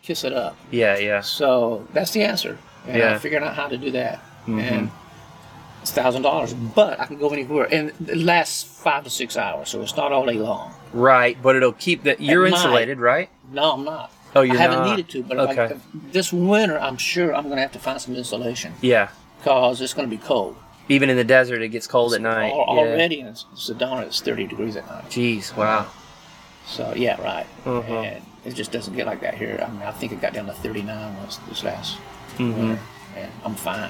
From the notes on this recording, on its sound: From the van. As he departs Encinitas in the new year headed for Rubber Tramp Rendezvous.